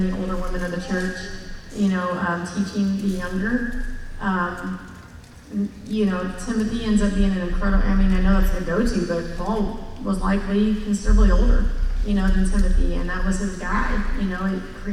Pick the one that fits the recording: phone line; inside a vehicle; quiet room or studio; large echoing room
large echoing room